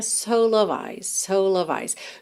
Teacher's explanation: Junta mesmo o L de soul no O de of, que é o F